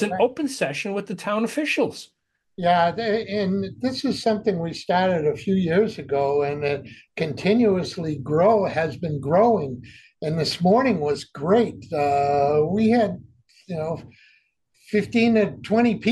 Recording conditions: video call